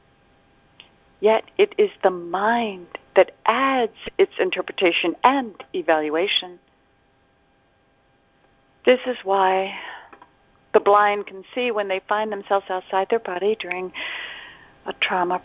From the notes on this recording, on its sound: ACIM Daily TEXT Conference Call.